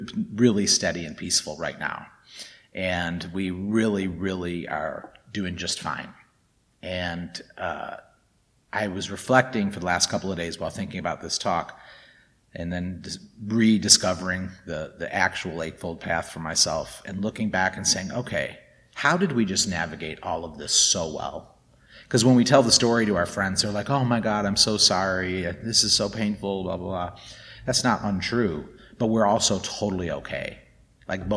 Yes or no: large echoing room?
yes